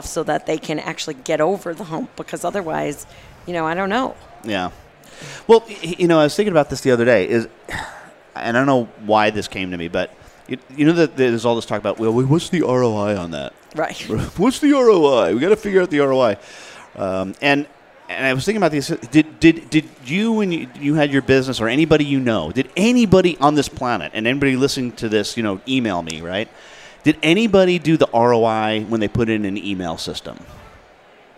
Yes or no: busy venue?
yes